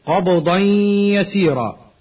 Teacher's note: تنوين أدغم في الياء